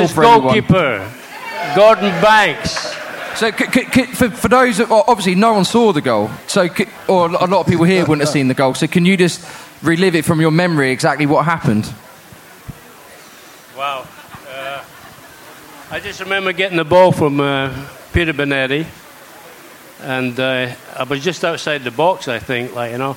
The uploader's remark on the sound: On tonights podcast we bring you the show live from Under The Bridge!